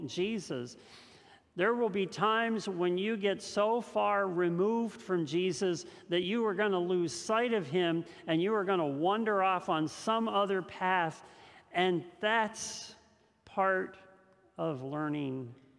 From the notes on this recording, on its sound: This message was first preached on October 10th 2021 at Linglestown Life Church in Harrisburg PA.